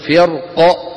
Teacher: أما عند الوقف عليها بالسكون ففي الراء التفخيم لا غير، لزوال موجب الترقيق وهو كسر حرف الاستعلاء وهو القاف.